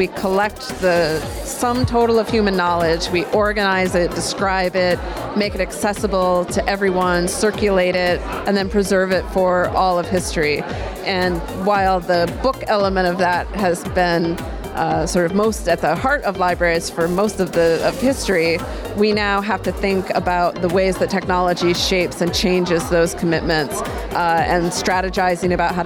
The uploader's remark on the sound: Live from SIBDF 2023